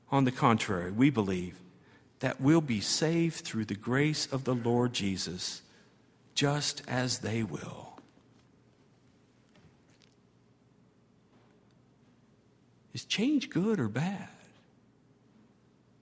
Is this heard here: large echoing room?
yes